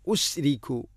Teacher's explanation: ഉശിരിക്കു എന്ന് ഷീനിനെ കൽക്കല ചെയ്യരുത്. ഉശിരിക്കു അല്ല ഉശ്രിക്കു, ഉശ്രിക്കു ബി റബ്ബി അഹദ.